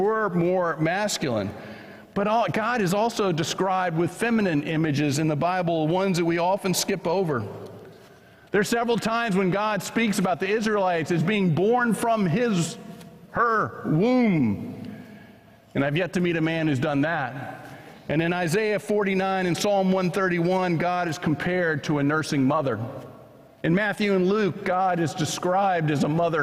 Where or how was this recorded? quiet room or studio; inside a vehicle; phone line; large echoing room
large echoing room